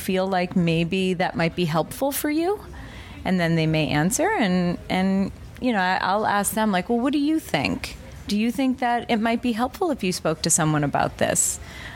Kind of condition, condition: setting, busy venue